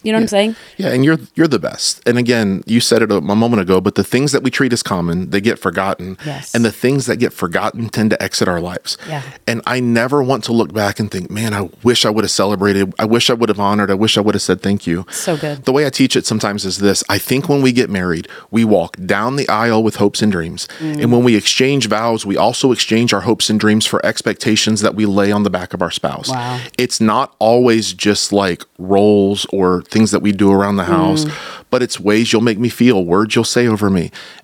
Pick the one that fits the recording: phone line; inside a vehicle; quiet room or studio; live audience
quiet room or studio